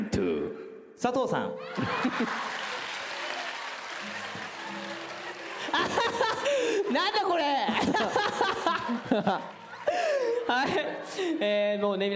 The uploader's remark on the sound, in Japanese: 8/30に下北沢タウンホールで行われた。100回記念の公開録音の模様をお届けします！